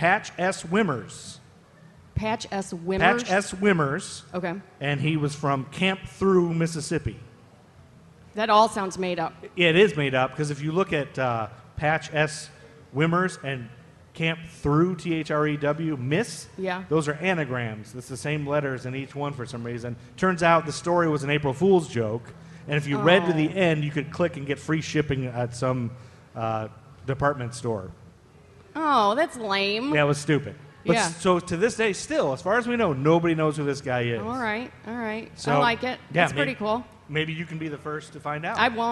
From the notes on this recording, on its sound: LIVE SHOW! Recorded at Coco and the Director as part of Charlotte Shout on the Queen City Podcast Network Stage.